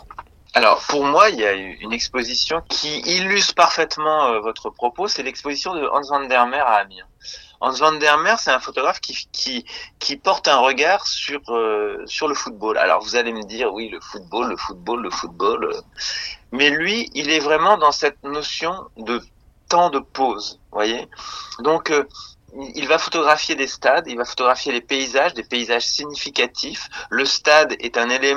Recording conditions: phone line